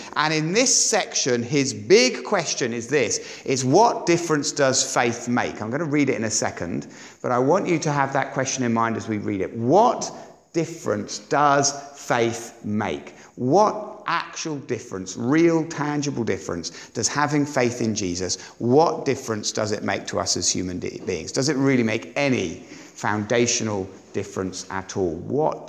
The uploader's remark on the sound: on Sunday 23rd April 2017 at Sandon Road Baptist Church.